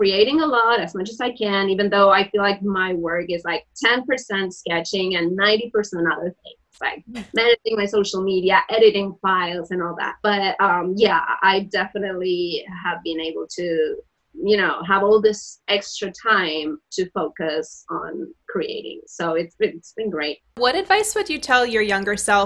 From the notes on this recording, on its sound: this podcast was brought to you from the safety of their own respective homes - thank you ZOOM.